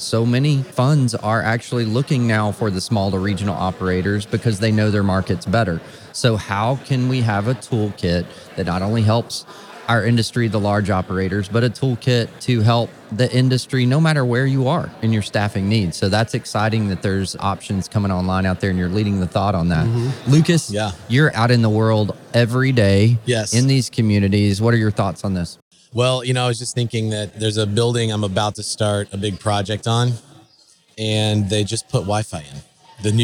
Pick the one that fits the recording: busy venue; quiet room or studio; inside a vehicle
busy venue